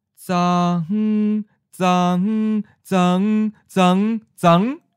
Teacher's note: it is a contraction of the two syllables, za, mid-flat, and hm, high-flat. So merge together, za, hm, zang, zang, zang, zang.